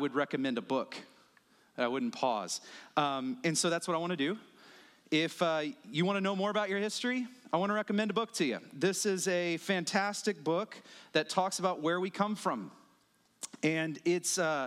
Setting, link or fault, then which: setting, large echoing room